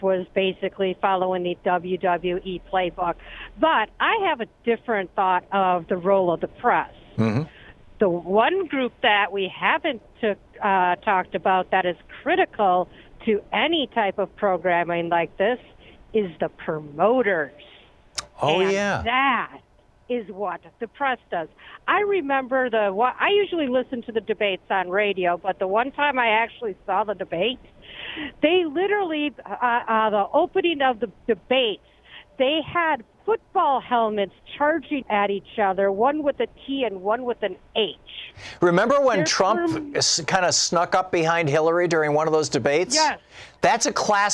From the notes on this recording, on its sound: Listeners call